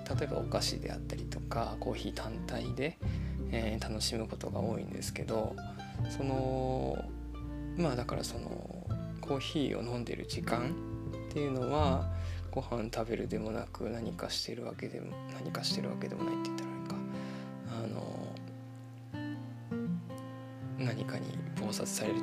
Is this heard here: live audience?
no